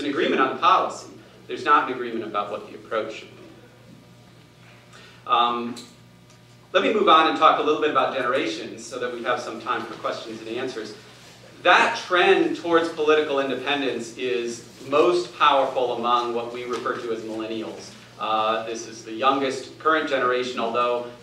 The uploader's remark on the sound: Addresses Ripon Society's Annual Symposium on March 7, 2014